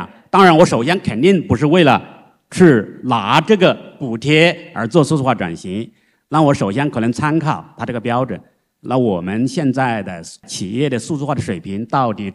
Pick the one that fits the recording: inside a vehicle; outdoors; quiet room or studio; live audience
live audience